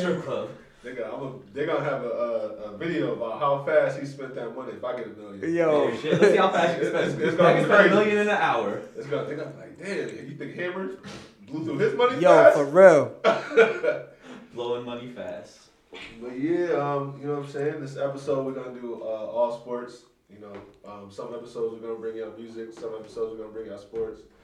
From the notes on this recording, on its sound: Please excuse the audio on this first episode.